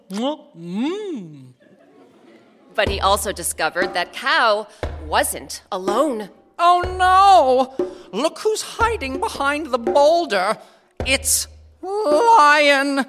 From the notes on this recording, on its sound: Recorded live at Round House Theatre in Bethesda, MD